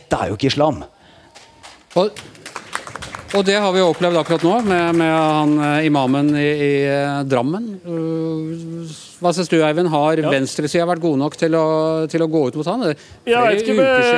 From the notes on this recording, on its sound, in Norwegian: Spilt inn med publikum på utestedet Bakgården i Oslo.